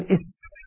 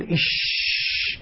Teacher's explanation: الصفير يخرج حزمة واحدة، الحرف في الصفير حدة، صوت حاد، يقول إس من مكان واحد. بينما التفشي انتشار الهواء في الفم عند النطق بحرف الشين · Shown in: second take